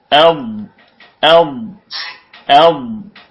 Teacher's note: الثانية والضاد من حافته إذ ولي لدراسة من أيسر أو يمنها، الضاد من حافة اللسان يعني من إحدى جانبي اللسان، سواء كنا نخرجه من ناحية اليمين أو من ناحية الشمال، يعني جائز أنك تأتي به من ضاد من ناحية اليمين أو من ناحية الشمال، والأشهر من ناحية اليسار يعني من الشمال.